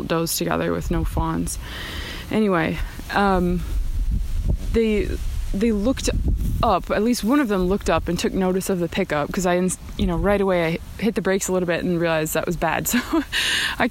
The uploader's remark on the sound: These episodes are recorded on the river, in the forest, on the mountain and everywhere in between!